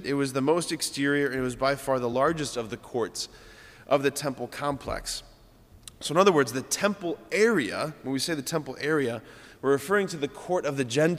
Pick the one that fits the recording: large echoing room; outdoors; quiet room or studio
large echoing room